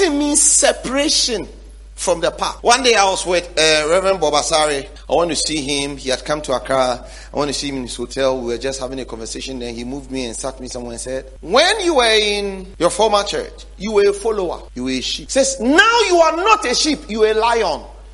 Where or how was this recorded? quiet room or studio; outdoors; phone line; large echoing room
large echoing room